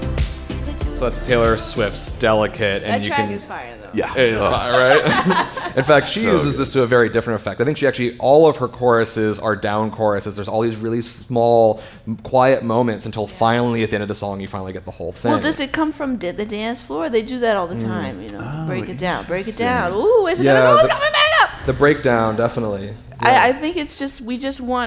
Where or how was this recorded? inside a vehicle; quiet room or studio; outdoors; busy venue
busy venue